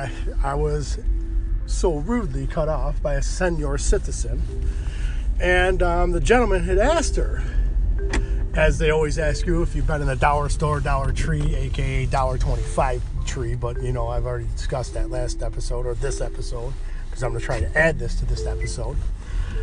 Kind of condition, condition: setting, inside a vehicle